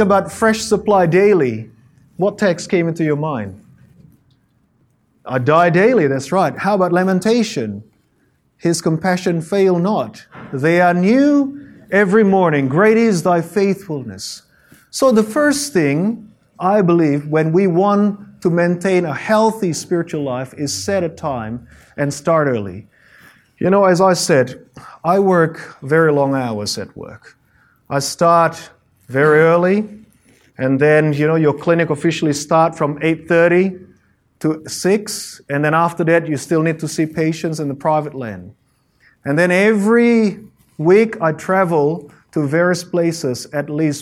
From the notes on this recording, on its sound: Presentation given at the AMEN Australia 2018 annual conference held in Adelaide, Australia